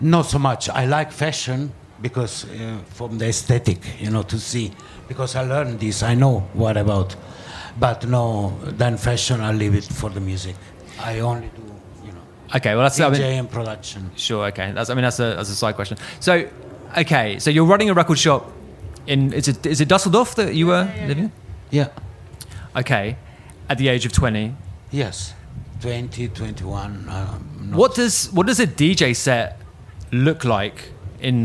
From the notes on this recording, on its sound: Last week we were lucky enough to be invited to record three podcasts at the International Music Summit in Ibiza , better known as IMS. Recording these conversations live, and in front of an audience, is a totally different proposition to a one-on-one chat in a studio or on the phone and this episode reflects that.